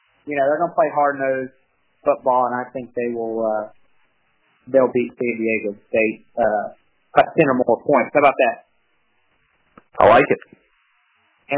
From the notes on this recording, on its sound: Audio Quality = Bad. Long distance phone call so we don't want to make your ears bleed.